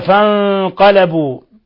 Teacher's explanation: نون ساكنة جاء بعدها القاف، الحكم التجويدي إخفاء حقيقي